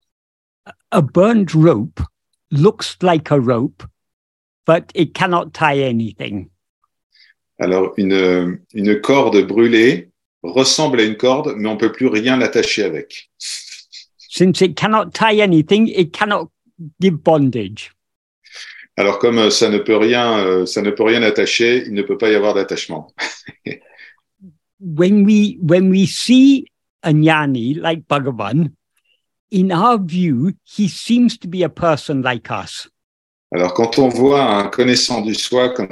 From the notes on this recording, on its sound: In a Zoom meeting with a group of Ramana devotees from Paris.